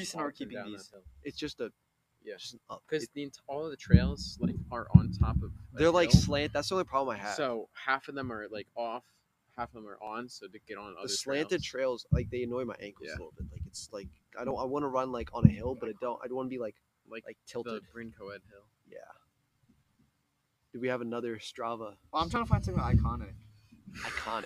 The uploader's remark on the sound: Still some production issues with the microphone